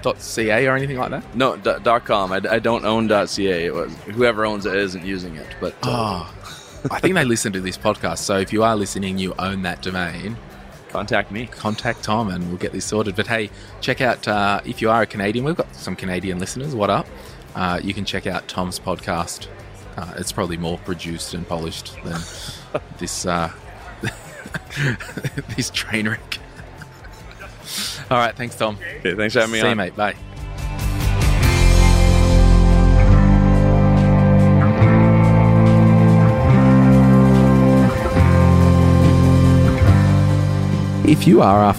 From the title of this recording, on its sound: live from Podcast Movement 2019